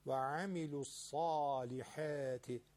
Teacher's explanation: حرف ح با ح داره، یعنی گرفتگی داره تو گلو، حات ولی درشت نیست، تفخیم نیست